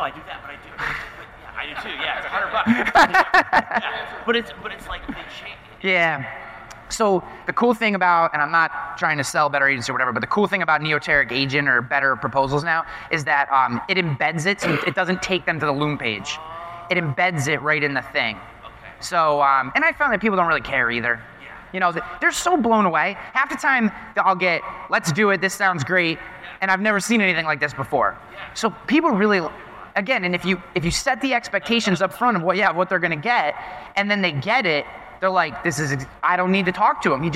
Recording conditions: live audience